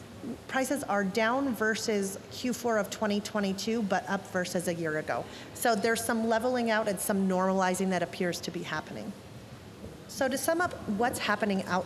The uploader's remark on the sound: at our annual Cardinal Health Retail Business Conference (RBC)